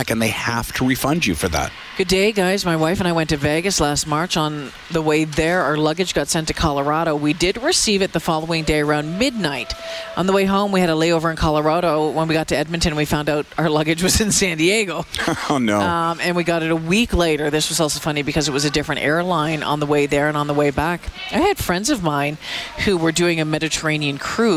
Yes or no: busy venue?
yes